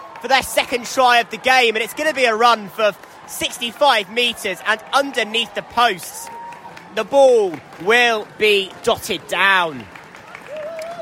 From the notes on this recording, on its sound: At Sandy Park for a friendly match. Live commentary from a freezing cold Sandy Park.